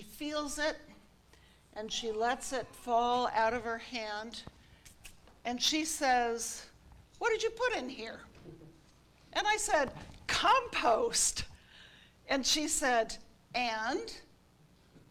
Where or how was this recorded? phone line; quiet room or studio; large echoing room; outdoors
large echoing room